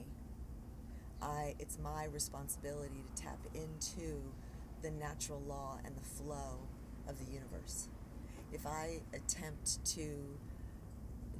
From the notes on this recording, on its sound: Raw Recordings from the Trip. The second part of the show is a compilation of the recordings I made while aboard Prima, the Saber 45 I helped take from Maine to South Carolina.